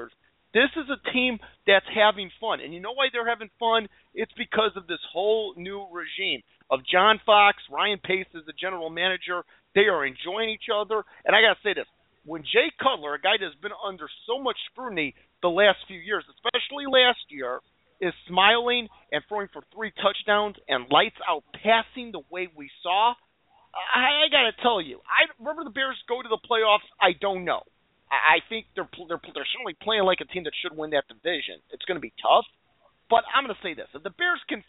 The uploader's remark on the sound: We'll also take your phone calls!